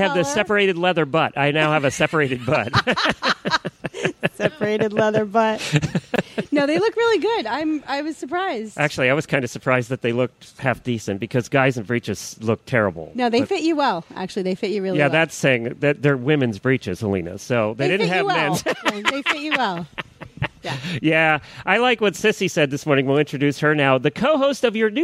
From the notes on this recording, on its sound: Live from AETA with a pile of guests.